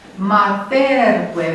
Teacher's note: Dacă îi pun conjuncția enclitică cu e, matercue. Vedeți că mi s-a deplasat accentul pe penultima, care devine silabă lungă pentru că eu-l e urmat de două consoane.